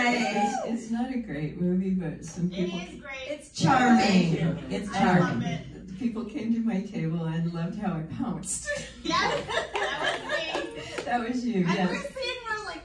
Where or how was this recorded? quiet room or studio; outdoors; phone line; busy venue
busy venue